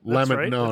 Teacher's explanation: I pronounce it with the accent on the first syllable.